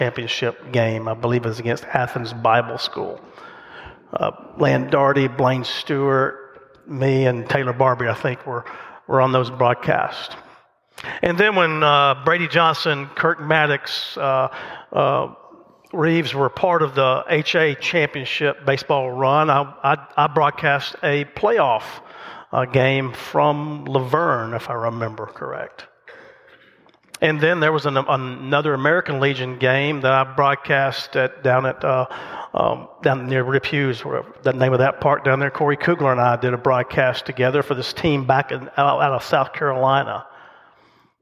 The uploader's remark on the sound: The message recorded live at Covenant.